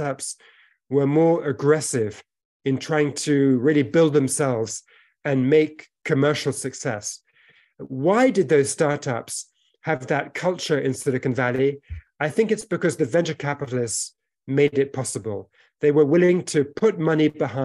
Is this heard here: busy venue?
no